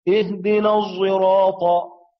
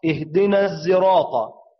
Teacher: إشمام الصاد زايا معناه اختلاط صوت الصاد بصوت الزاي · Shown in: first take · وهما صوتان يشتركان في الصفير والجهر، وتنفرد الصاد بالإطباق والزاي بالانفتاح، فوجب بقاء الصفة القوية التي انفردت بها الصاد وهي صفة الإطباق.